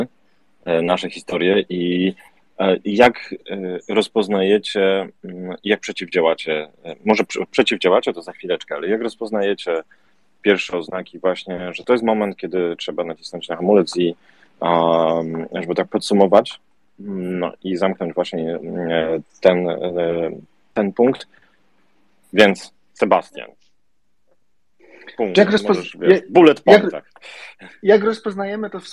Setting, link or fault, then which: link, video call